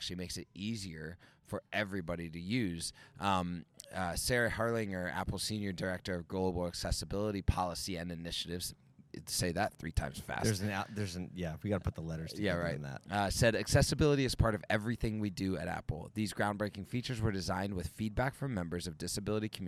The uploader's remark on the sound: We are still in Vegas hanging out at the Reuters Events Automotive Retail Conference.